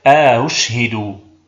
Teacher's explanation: فنسهل الثانية بين الهمزة المحققة والواو وندخل بينهما ألف الفصل